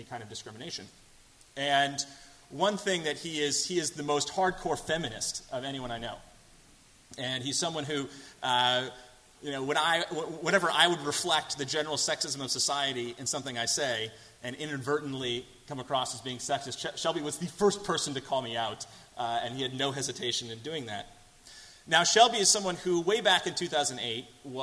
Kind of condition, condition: setting, large echoing room